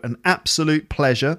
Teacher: the stress on the word absolute is on the first syllable